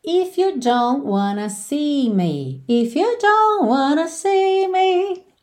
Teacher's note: você já percebe que esse T do don't não aparece